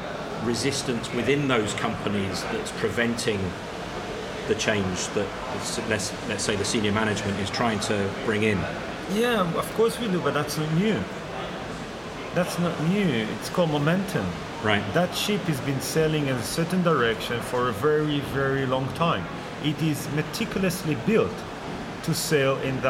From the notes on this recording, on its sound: This interview was recorded out and about, so there is some background noise.